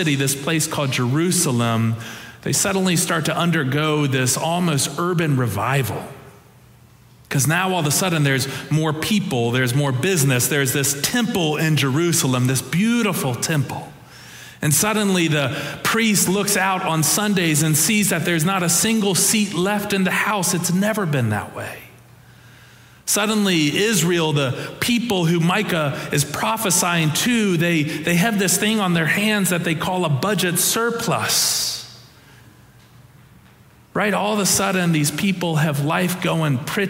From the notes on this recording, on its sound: Preached on January 29, 2023 for our Traditional and MorningSong Worship Services.